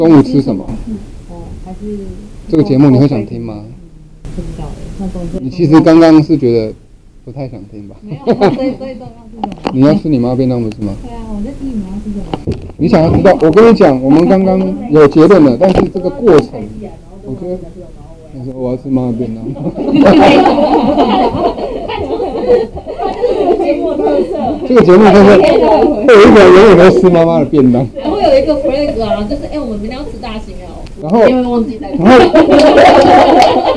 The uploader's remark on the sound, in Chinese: 收音有點不佳